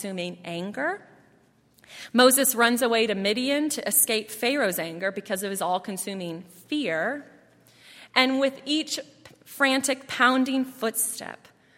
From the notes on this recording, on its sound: at Highland Baptist Church